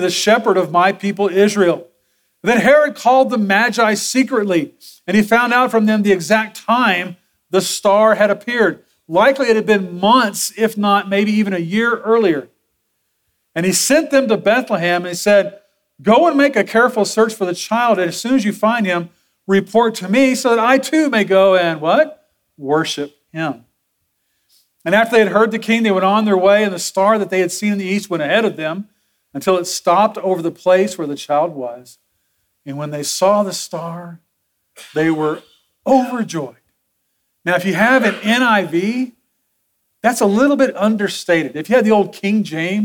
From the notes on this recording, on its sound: Sermon audio from Sunday, December 3, 2023.